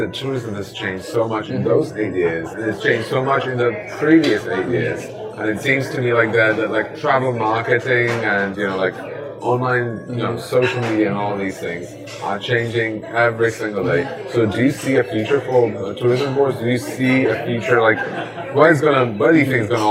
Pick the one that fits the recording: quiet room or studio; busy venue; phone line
busy venue